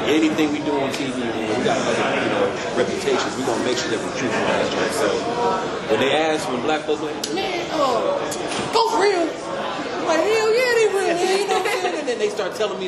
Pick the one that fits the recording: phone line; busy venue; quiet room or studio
busy venue